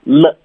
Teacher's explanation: 我发 L 是舌尖平的顶着上颚